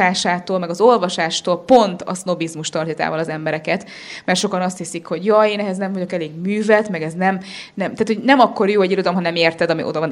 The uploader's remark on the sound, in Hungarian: A Húsvét előtti élő interaktív podcast felvétel eseményén.